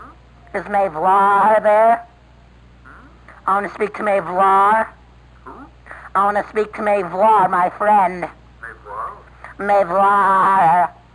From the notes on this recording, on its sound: RBCP's Personal Prank Phone Calls Collection